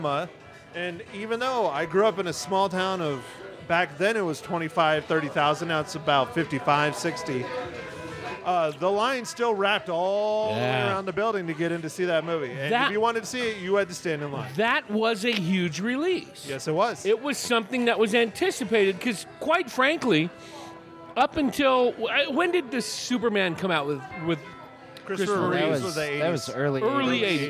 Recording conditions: busy venue